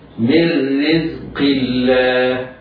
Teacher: القاف رغم انها مكسورة الا انها مفخمة، ولكنه في ادنى مراتب التفخيم